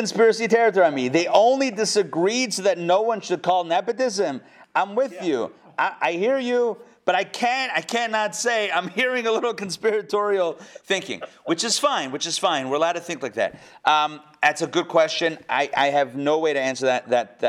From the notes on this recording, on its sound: Recorded live at the Intown Jewish Academy on February 24, 2022